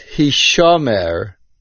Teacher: The word Hishomer in our pasuk is accented on the shin and is mil'el, on the syllable before the last.